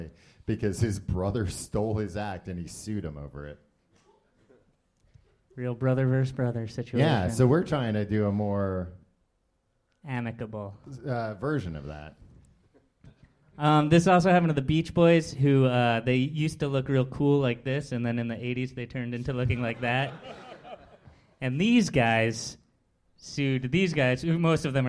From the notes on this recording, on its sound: Live in London 2018. This was our live show. At Kings Place in London. Since this was live on a stage it was much more visual than our show normally is.